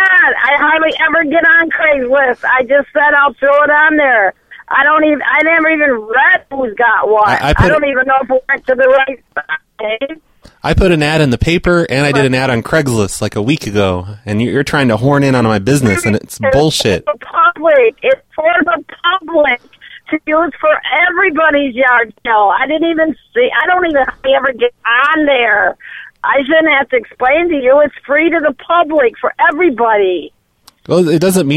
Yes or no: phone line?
yes